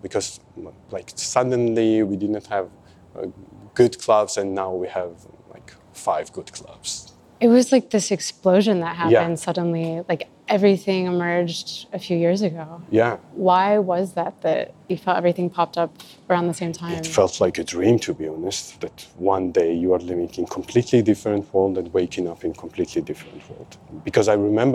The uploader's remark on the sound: Recorded live at ICKPA Festival—an event co-run by contingents from the Georgian and Ukrainian dance music communities.